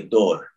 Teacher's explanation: So instead of saying a door where your tongue is hitting the top of your mouth, you would say dor where the tongue is hitting the back of your teeth